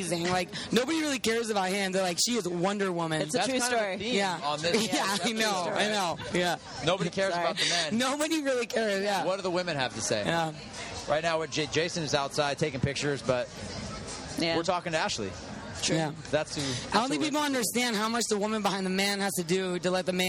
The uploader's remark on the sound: while at the CrossFit Games